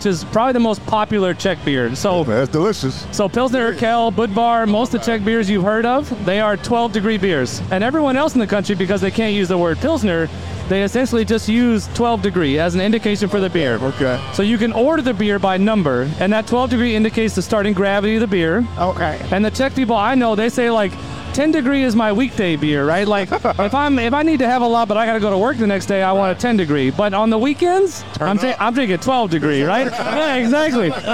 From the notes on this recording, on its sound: on location talking with cool folks and drinking good beer at Log Jammin’ III hosted by Human Robot